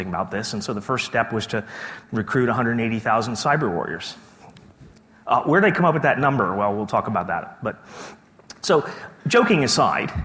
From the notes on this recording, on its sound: keynote speech from day two of the conference